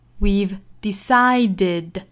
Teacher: 应该读一个 v 的发音，上齿去摩擦下嘴唇发浊音的 v